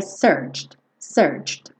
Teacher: O E não seria pronunciado, mas o D seria.